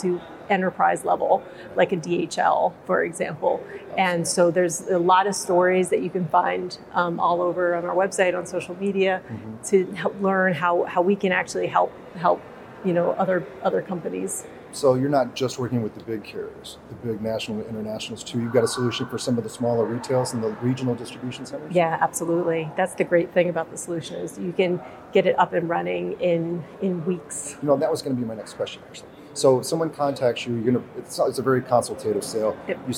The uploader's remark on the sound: On the set of Manufacturing Matters at the Autonomous Mobile Robotics and Logistics Conference, located at the Vision show in Boston